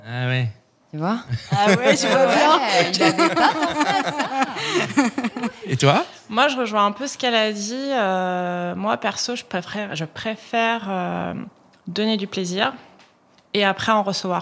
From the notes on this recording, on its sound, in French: Enregistré à Lyon avec nos abonnées Lyonnaises.